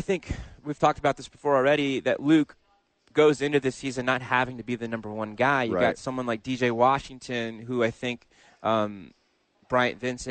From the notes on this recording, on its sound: live from ABQ AXE